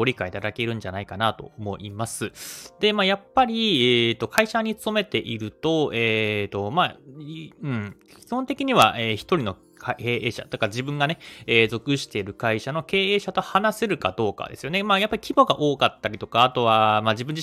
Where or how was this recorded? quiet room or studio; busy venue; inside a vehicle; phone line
quiet room or studio